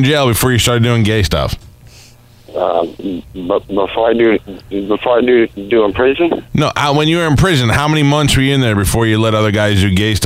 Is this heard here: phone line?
yes